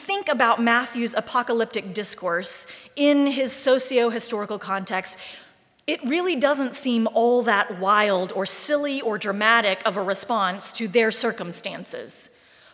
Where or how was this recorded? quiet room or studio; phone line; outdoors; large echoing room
large echoing room